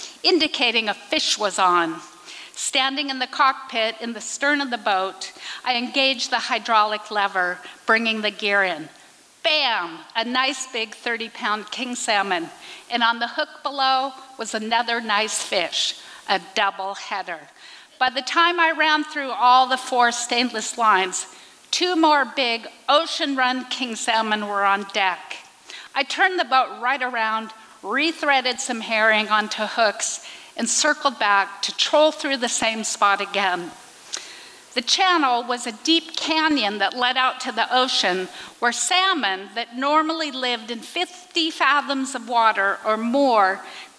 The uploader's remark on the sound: recorded at the Liberty Theatre in Astoria, OR